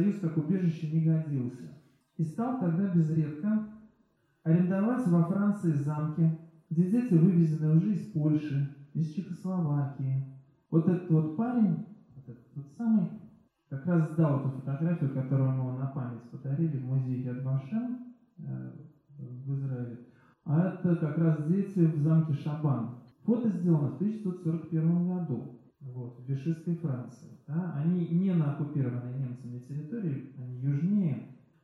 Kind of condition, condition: setting, large echoing room